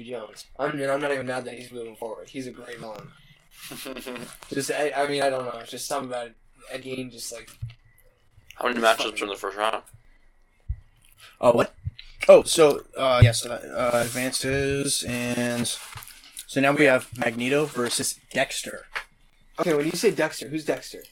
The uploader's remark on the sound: Audio was mildly crackled, no idea why and couldn't fix.